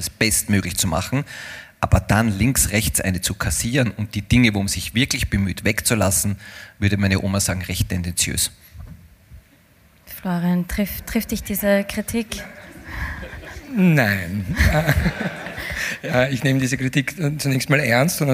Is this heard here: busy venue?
yes